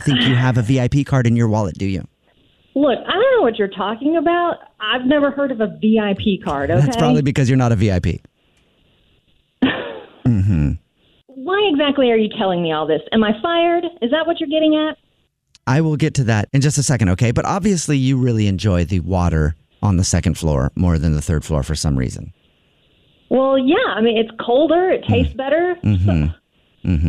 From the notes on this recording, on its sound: Phone Prank.